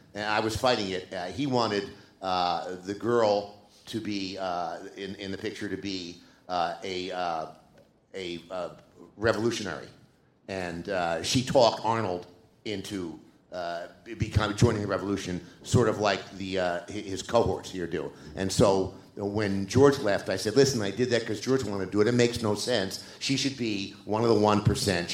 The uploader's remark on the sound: Live from Alamo Drafthouse. Presented by the Alamo Drafthouse and recorded live from The Regent Theater in Downtown Los Angeles.